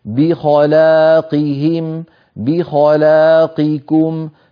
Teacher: ب هذه مرققة، خ مفخمة، لا مرققة، ق مفخمة في أدنى مراتب التفخيم لأنها مكسورة